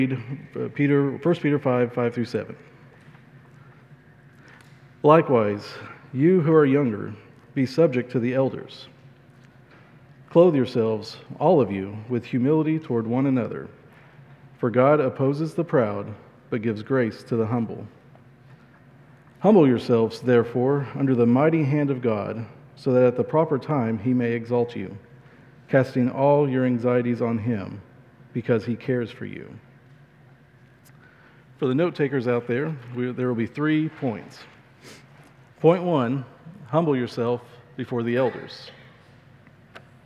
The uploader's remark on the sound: at Chaffee Crossing Baptist Church in Barling, AR